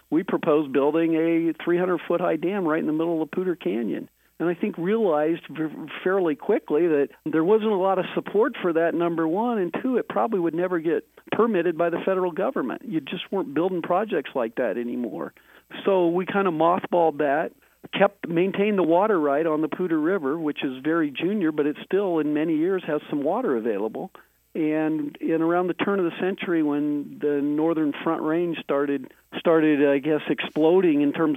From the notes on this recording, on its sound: In this episode we are doing a phone interview.